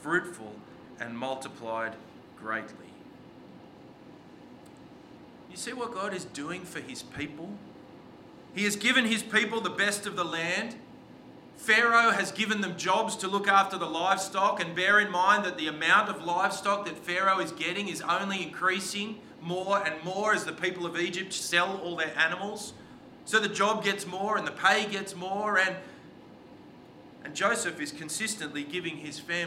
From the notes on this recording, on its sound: This sermon was preached on the 25th of June 2023 at all services of Helensburgh and Stanwell Park Anglican Church.